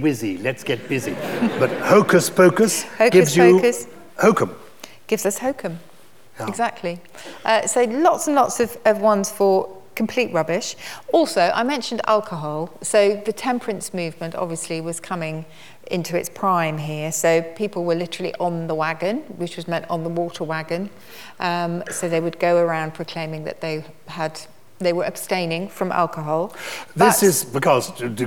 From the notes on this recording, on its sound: Recorded live in front of 1000 Purple People at the Chichester Festival Theatre.